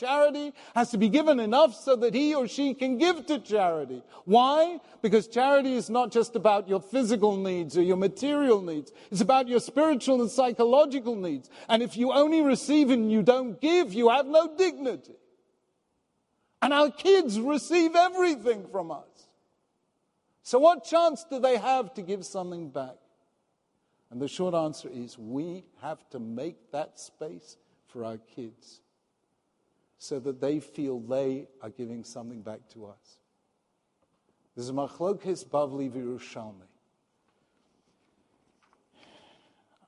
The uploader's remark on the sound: This recording is of the opening session of the Yom Iyun marking the centennial of Yeshiva University's High School for Boys on 18th December 2016